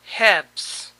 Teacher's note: Aquí tampoco se pronuncia la L.